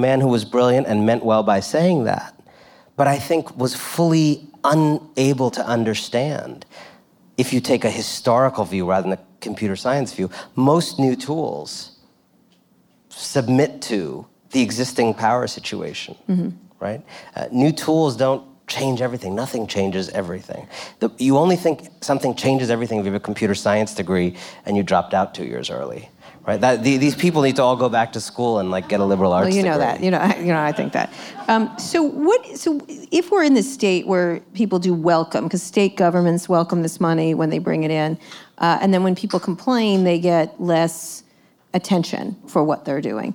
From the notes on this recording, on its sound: live conversation recorded at Made By We in New York City